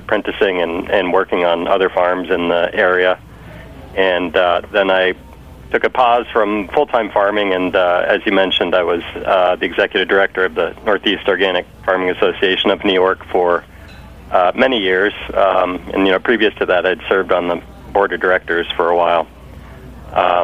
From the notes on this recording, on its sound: Joining via the phone lines. Calling.